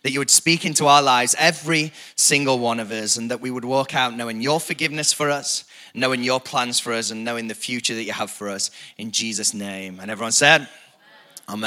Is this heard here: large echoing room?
yes